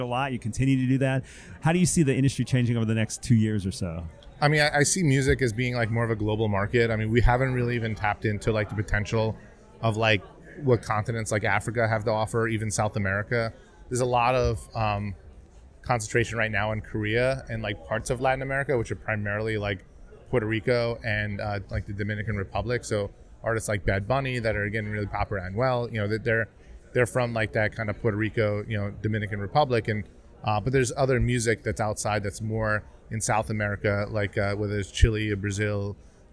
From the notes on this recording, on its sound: Music Tectonics went to Midem! Recorded interviews with Midemlab competitors and international music tech superstars, on the spot in Cannes.